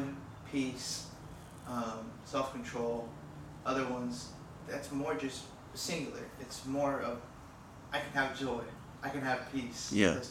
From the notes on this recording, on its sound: Apologies for some technical difficulties with microphones.